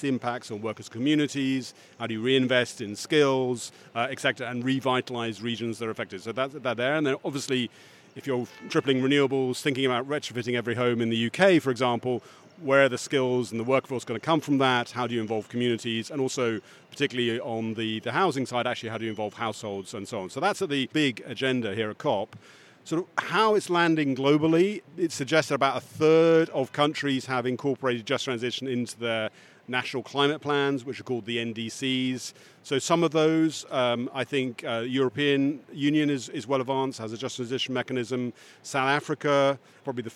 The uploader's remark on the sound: In the studio. On the conference floor.